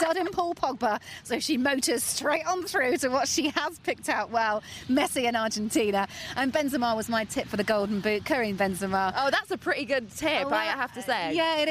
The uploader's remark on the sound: Recorded from Copacabana beach, Rio